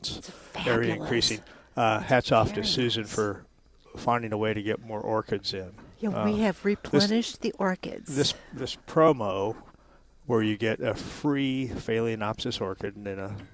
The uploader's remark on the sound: Live at Prairie Gardens 2-12-22